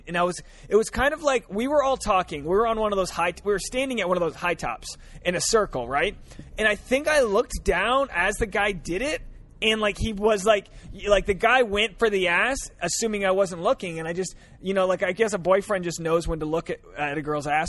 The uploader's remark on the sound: A carcast episode